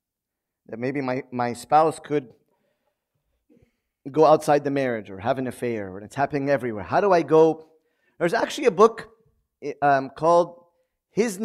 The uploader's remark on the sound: Hosting a Q&A session with the congregation in relation to marriage.